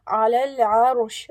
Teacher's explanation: عرش، if we are stopping, then the sheen will become سكون. That ra will be heavy because the ra sakin preceded with a fatha. That's why the ra of arsh will be heavy.